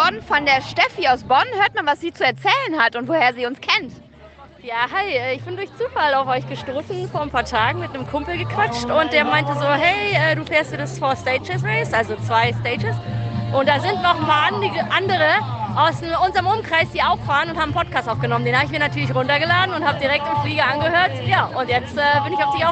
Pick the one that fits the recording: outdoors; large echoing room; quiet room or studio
outdoors